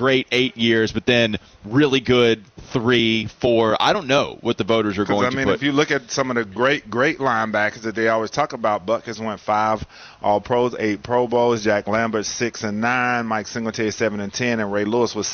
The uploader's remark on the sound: The guys finish up their show live from WFNZ's Street Turkeys event.